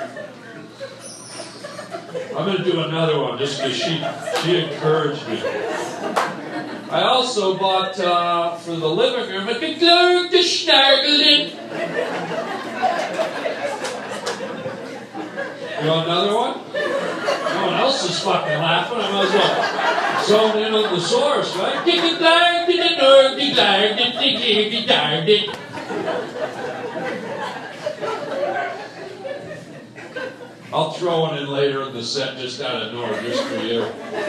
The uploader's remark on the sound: a live stand up show